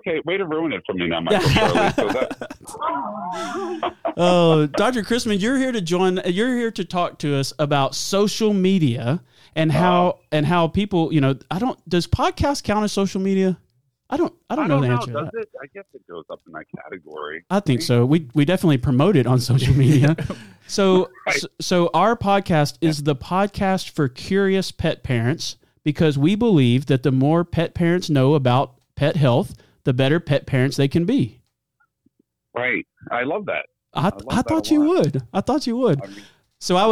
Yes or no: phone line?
yes